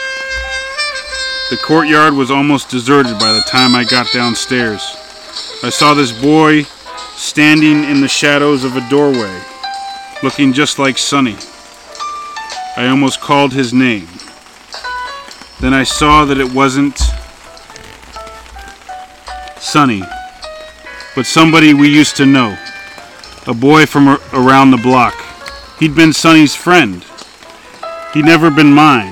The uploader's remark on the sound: On this summer night, from the middle of my backyard